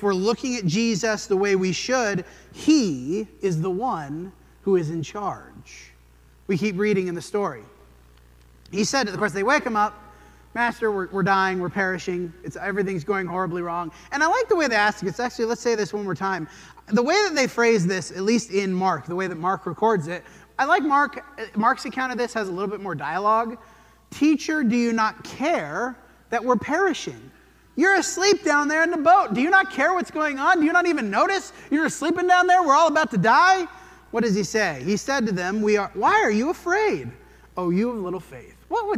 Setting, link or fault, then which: setting, large echoing room